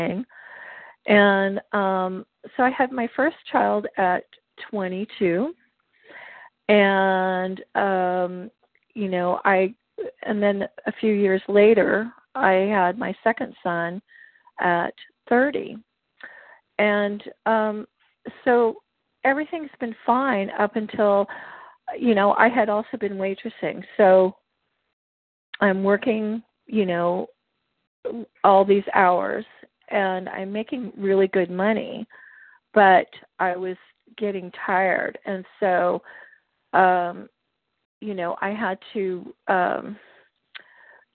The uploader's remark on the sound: qualification from the 100 Pounders Phone Meeting